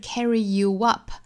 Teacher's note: You 和 up 之间有一个小连读小连接，有一个小窝的音的加音 carry you up.当然我们也可以在 up 上面做重读 carry you up and up and up 也是可以的。所以有